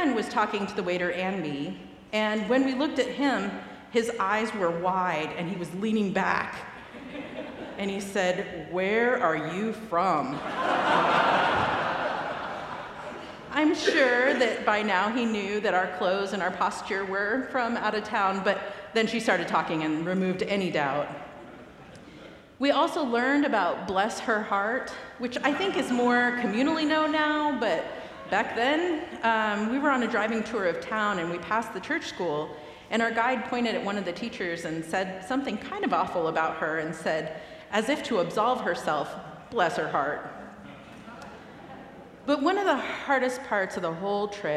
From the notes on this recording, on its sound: recorded live at the 10:00am service